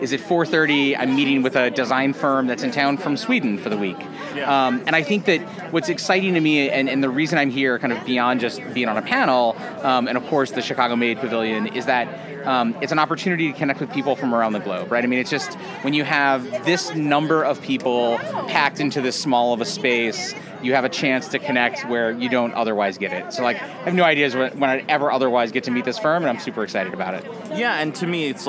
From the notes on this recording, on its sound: Recorded at SXSW 2016 on Monday, March 14th.